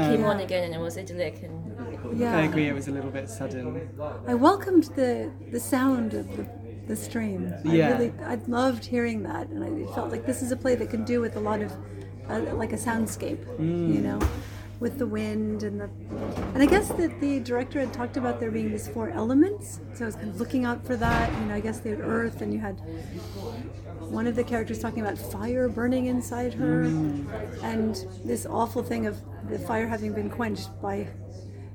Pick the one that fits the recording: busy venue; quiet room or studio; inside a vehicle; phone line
busy venue